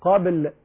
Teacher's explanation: لابد أن تقلقل الباء · Term: القلقلة